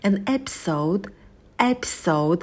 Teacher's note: ударение на первый слог, и у нас в конце будет дифтонг L, episode, и звук D будет звонким, не оглушайте его.